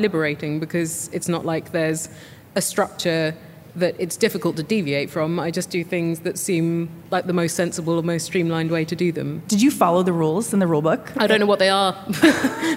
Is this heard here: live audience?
yes